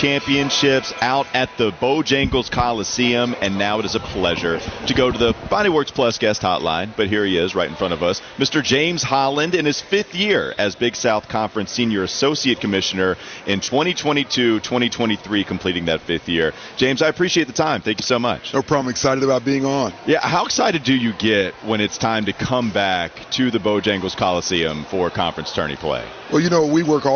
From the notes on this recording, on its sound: get a Friday show rolling from the 2023 Hercules Tire Big South Basketball Championships